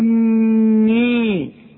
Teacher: شفت انا مديت الحاء قد ايه، وشفت مديت الجيم قد ايه، علشان دي عليها الشرطة العريضة الالف اهي، اتحا ها، والجيم مشددة والنون برضو مشددة